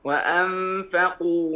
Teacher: نون ساكنة وبعد الفاء، والفاء من حروف الإخفاء الحقيقي